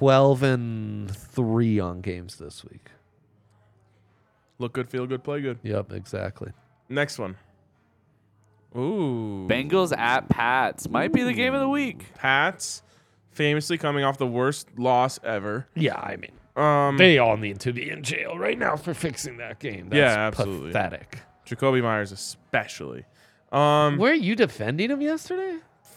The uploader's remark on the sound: come to you LIVE from the DNVR Bar